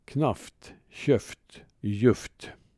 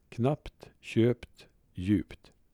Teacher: Övergången av P till F framför T finns i större delen av landskapet. · Shown in: first take